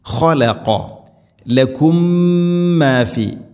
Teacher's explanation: മീമിനെ അടുത്ത മീമിലേക്ക് കൂട്ടി ലയിപ്പിച്ച് മണിച്ചുകൊണ്ട് ഉച്ചരിക്കണം · Term: ഇദ്ഗാം മുതമാസിലൈൻ